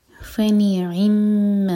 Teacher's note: صدقاتی، فنعم، کسرہ کے لیے ہوٹ فلیٹ ہوں گے، عی ساؤنڈ نہ آئے، یہ ہے عی، اور میم پر شدہ تو میم پر غنہ.